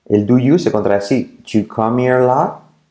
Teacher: La T de lot casi no se dice.